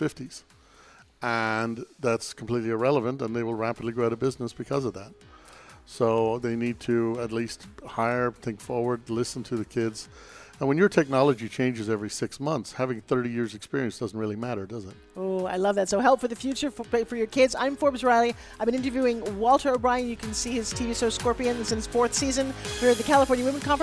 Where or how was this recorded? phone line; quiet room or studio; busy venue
busy venue